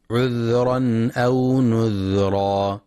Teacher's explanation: ينتبه القارئ لسكون الذال ولصفة الرخاوة فيها، فلا يقرأ عذرا أو نذرا، وإنما عذرا أو نذرا.